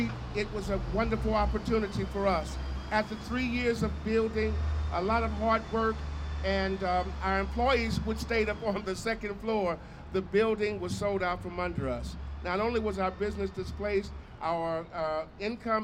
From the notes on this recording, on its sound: This episode is a record of this press conference and is shared in its entirety. PORTLAND,OR.